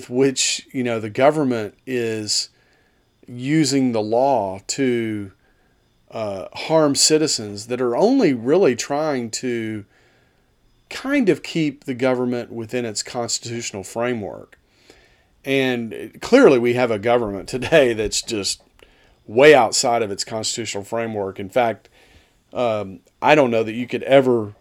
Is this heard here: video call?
no